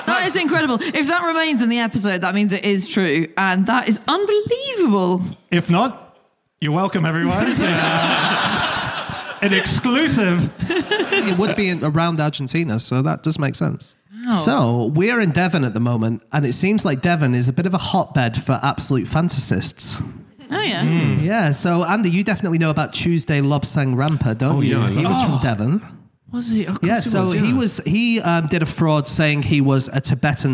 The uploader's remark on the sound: Live from Uffculme